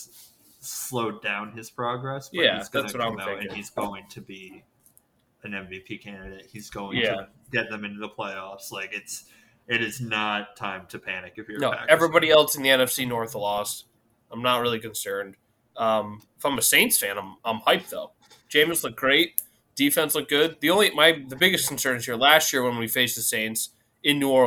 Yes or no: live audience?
no